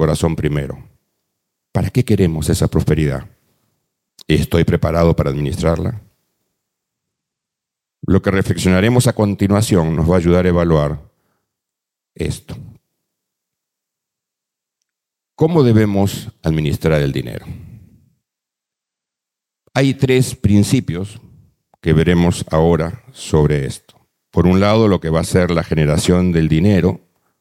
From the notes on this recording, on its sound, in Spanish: Presentado en vivo. Este podcast es la retransmisión de la reunión de iCafe Iglesia de cada domingo.